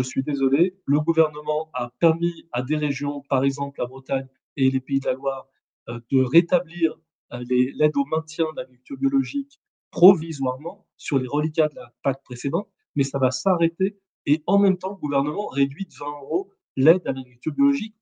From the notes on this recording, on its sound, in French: Réécoutez cette conférence virtuelle organisée par Euractiv.